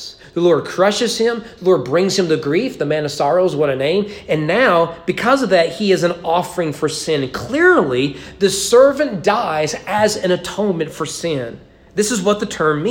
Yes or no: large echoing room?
yes